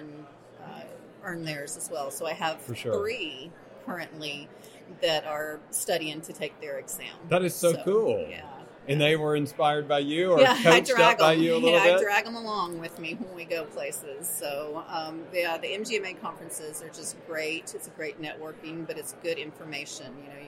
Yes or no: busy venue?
yes